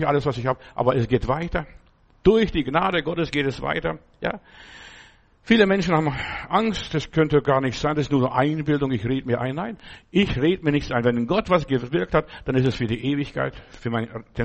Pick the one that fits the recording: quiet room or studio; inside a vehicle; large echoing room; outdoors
large echoing room